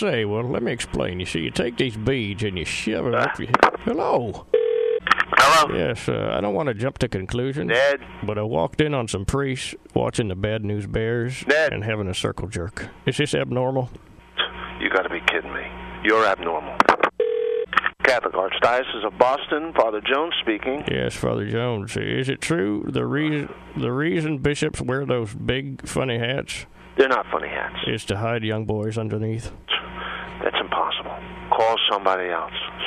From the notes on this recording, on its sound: Prank Phone Calls Collection.